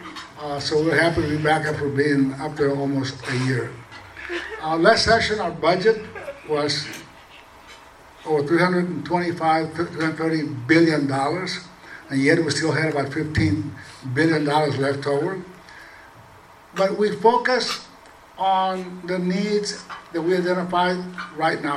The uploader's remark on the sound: Legislators Appreciation Reception. MCALLEN, Texas. Received applause from the audience. At the Radisson in McAllen.